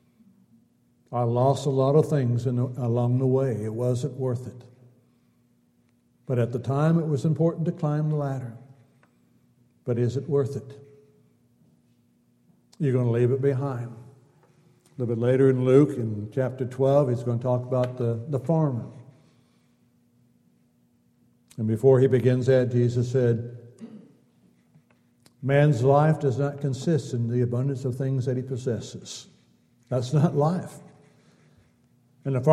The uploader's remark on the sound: Downtown Church Of Christ Audio Sermon.